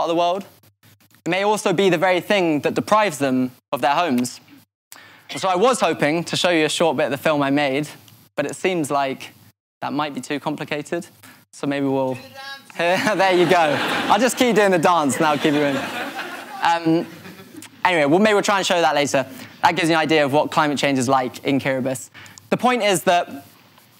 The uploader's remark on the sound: This talk was recorded at Vevolution Festival 2018.